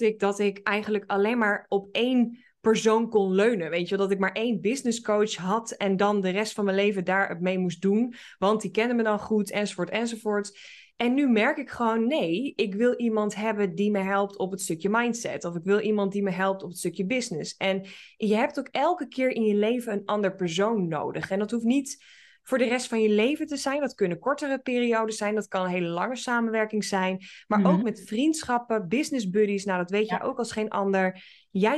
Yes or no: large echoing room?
no